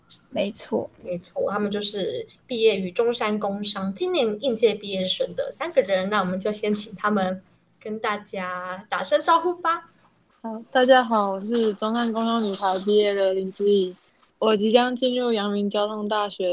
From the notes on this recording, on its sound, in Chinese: 由於設備問題，本集節目透過線上會議室錄製，延遲情況較嚴重，請多包涵！